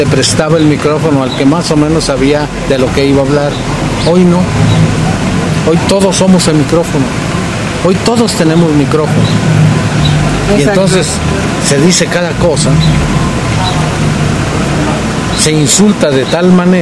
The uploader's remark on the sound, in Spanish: Una interesante reflexión entre café y ruidos del pueblo con un intelectual de Lagos.